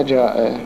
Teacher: نفس الكلمة أو من كلمة ثانية. مثال نفس الكلمة جاء، فهنا كلمة جاء فيها حرف مد في الوسط وهو الألف لأنه سبقه حرف الجيم المفتوح وبعده همزة، فهنا يجب مد كلمة جاء، حرف الألف يجب مده، جاء